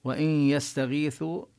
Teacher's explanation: النون تدغم في الياء إدغاما ناقصا مع الغنة التي هي للنون، وإن يستغيثوا، والسين هنا من حروف الصفير ومن حروف الهمس، والياء نمدها مدا طبيعيا والواو نمدها مدا طبيعيا، يستغيثوا يغاثوا كذلك نمد المد الطبيعي، وكما بينا هذه الألفات التي في آخر يستغيث ويغاث في اللفظ لا أثر لها.